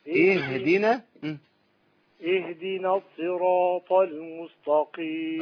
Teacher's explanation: نسكن الهاء شويه كده ونرقق التاء